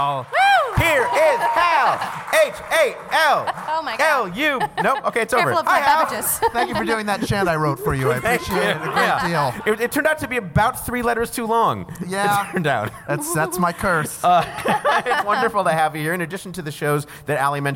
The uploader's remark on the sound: it’s another LIVE edition of Go Fact Yourself!